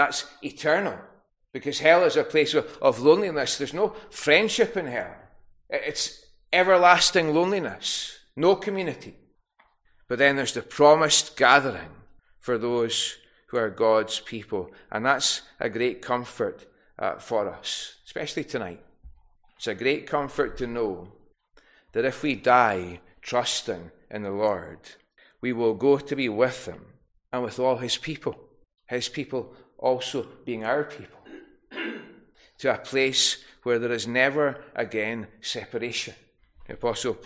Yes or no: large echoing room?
yes